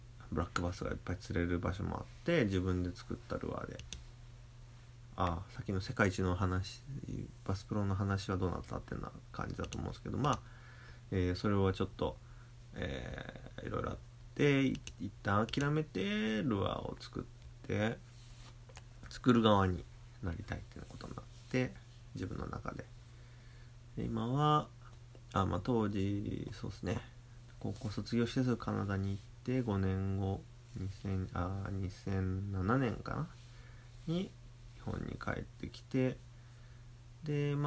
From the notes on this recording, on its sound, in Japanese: ウェブの仕事をしながらiPhoneで録音。編集なし。